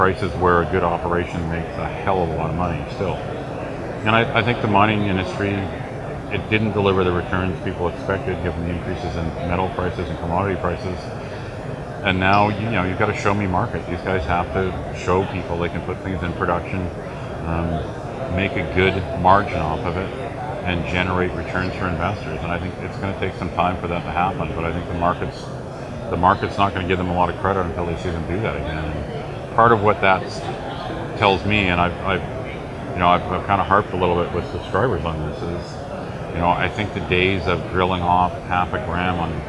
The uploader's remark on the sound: at the World Resource Investment Conference in Vancouver